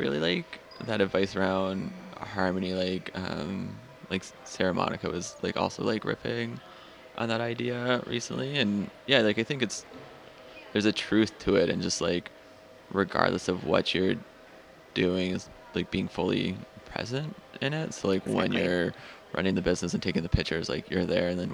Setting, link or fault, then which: setting, busy venue